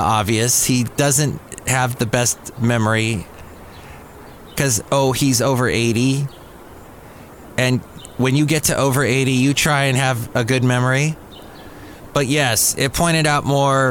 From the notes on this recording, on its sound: Podcasts live from Café Anyway.